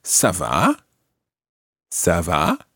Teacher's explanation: Now, notice the difference between the question and the answer. The question goes up at the end